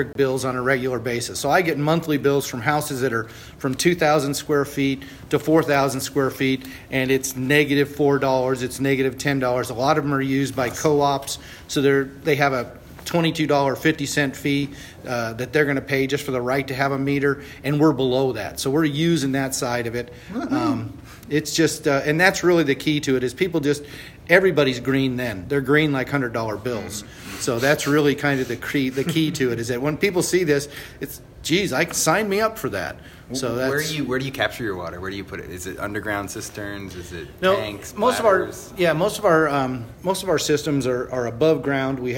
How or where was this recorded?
busy venue